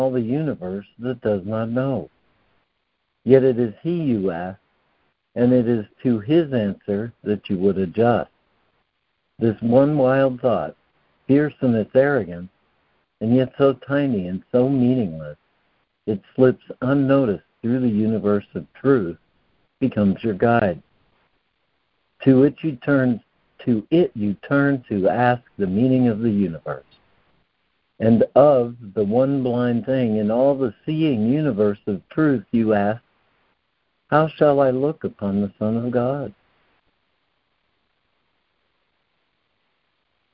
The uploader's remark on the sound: ACIM Daily Conference Call